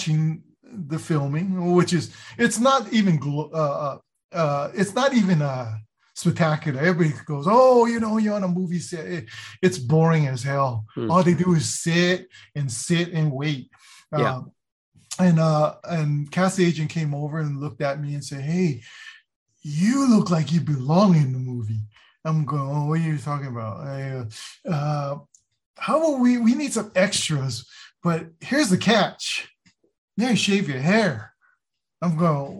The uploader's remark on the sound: our conversation recorded via Zoom